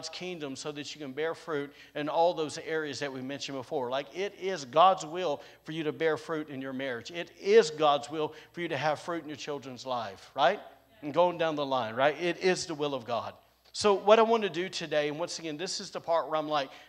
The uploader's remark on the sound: recorded on Sunday, January 23rd, 2022, during service at The Anchor Church in Rockport, Maine